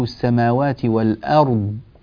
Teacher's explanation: الراء هنا ساكنة، الضاد سكنت لأجل الوقف فاجتمع ساكنان، ينبغي أن يأخذ الساكن الأول والثاني كل منهما حقه من الزمن وجودة النطق.